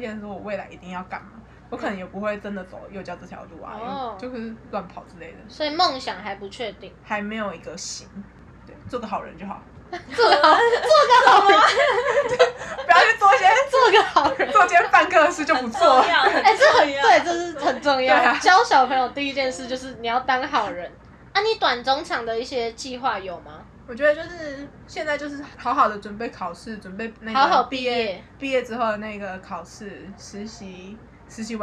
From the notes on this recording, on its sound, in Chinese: 錄音當天樓下就有兩隻小朋友所以背景會有一些小孩的聲音。